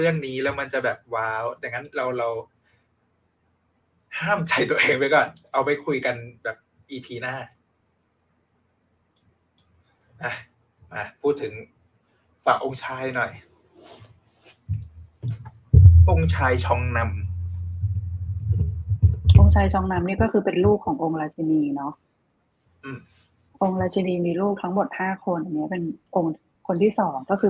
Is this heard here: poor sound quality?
yes